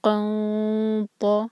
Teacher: نون کی آواز کو چھپائیں گے، اخفاء کریں گے اور تو کے لیے زبان تیار